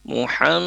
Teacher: mim tasdid itu harus didengungkan ya, ditahan sebentar selama 2 harokat atau 3 ketukan. Jadi ketukan ketiga baru lafaz mim yang berharokat fathah itu dilafazkan.